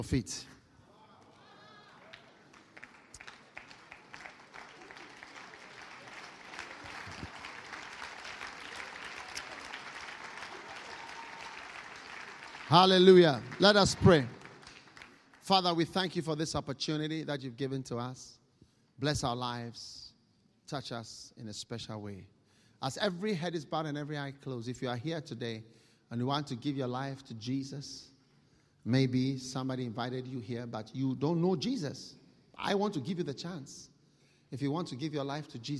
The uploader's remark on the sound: Preached at a BENMP service in Birmingham UK